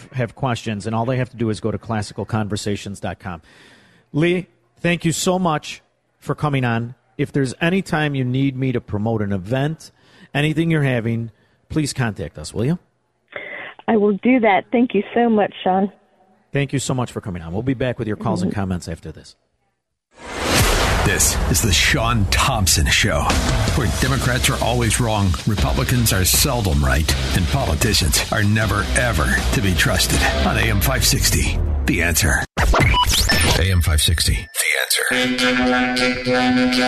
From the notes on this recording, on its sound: broadcasting LIVE from the Meridian Banquet Halls!